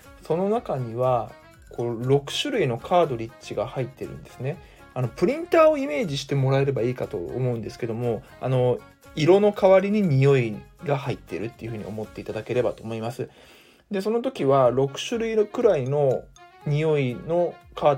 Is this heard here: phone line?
no